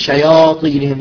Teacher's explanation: لأن الطاء بعدها، والطاء من أقوى حروف اللغة العربية، فتسحب الألف والياء فتفخم الألف والياء فيقولون شياطينهم، وهذه من الأخطاء.